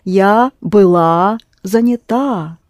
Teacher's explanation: all the «а» endings here are accented